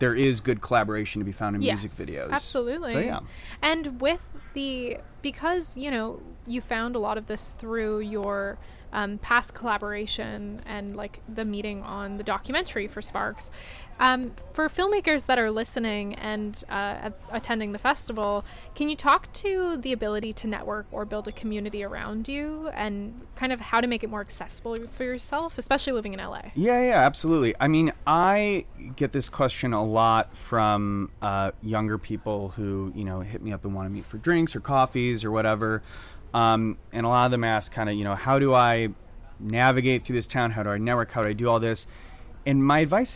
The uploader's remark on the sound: We are live, on-location at the TCL Chinese Theatre for the 19th annual Oscar Qualifying HollyShorts Film Festival , as the official podcast partner. Entirely shot on an iPhone with no crew.